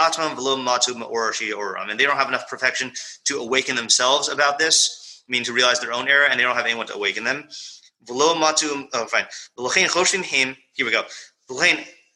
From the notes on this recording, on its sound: Morning Mishlei shiur given at YBT. This is the continuation of our interrupted Zoom session.